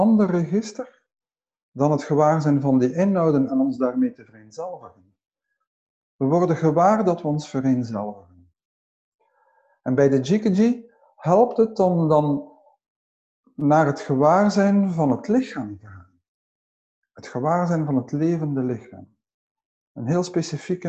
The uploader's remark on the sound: Teisho via zoom.